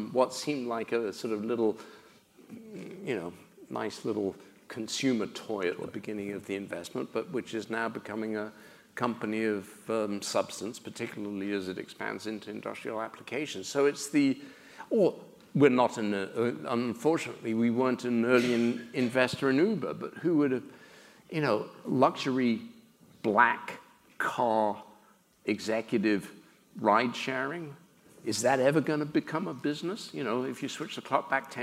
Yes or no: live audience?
yes